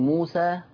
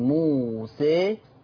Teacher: اتفقنا في منذ حلقتين سابقتين لما جيت اتكلمت على باب الفتح والإمالة، اتكلمت وقلت ان انا عندي اما بقول موسى فهذا فتح، ما اجي ابتدي اقول موسى حدث انحراف وميل للصوت فهذا يسمى بالإمالة · Shown in: second take · فاستنتجنا سويا ان انا عندي حاجة اسمها فتح وعندي حاجة اسمها إمالة.